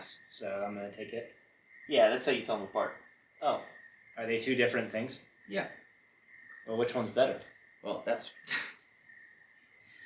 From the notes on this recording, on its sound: Audio at the beginning of the episode is bad. We had to use camera Audio.